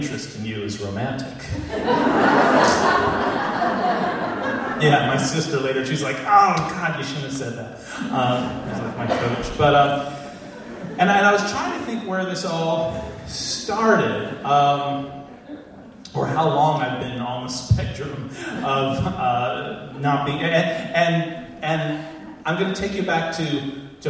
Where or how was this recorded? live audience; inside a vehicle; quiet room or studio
live audience